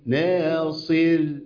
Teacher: الكسرة تأثر الراء بالترقيق وقفا · Term: ترقيق الراء